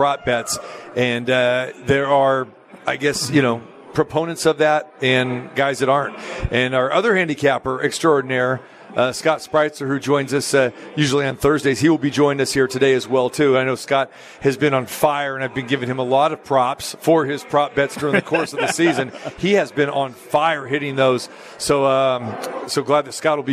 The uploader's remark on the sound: Live from the Super Book at Westgate Las Vegas